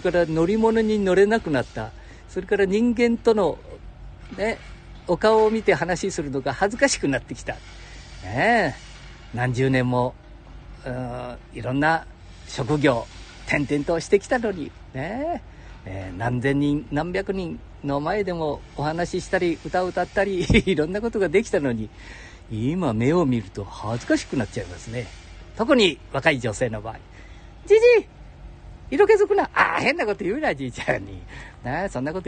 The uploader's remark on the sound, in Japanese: 街さんぽ LIVE